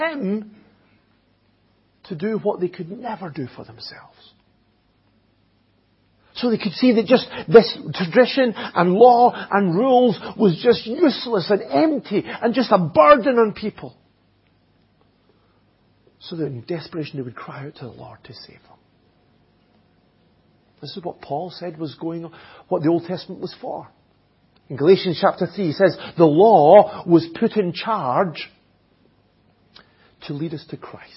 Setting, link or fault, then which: setting, large echoing room